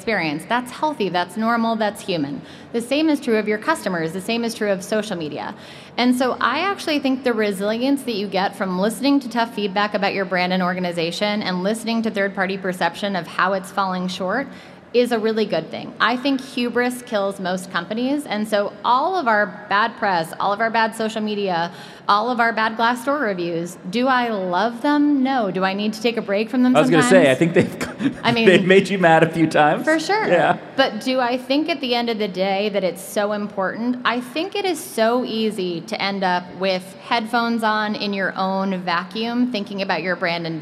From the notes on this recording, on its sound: Live from INBOUND. On this special episode live at INBOUND.